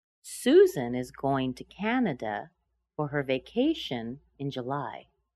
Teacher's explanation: Notice how Canada has a little more stress than going.